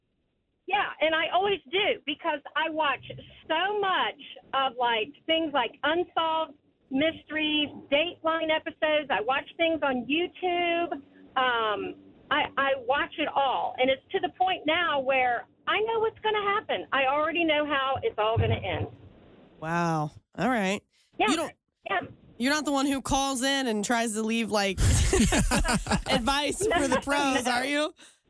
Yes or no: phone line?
yes